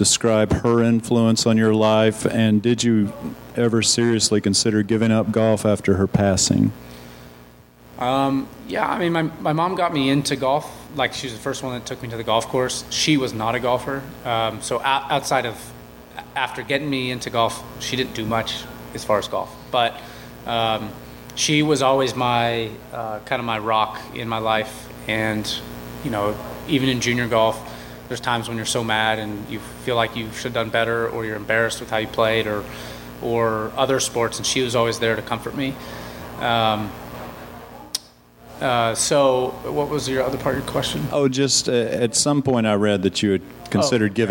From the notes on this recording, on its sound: Live interviews from The Wells Fargo Championship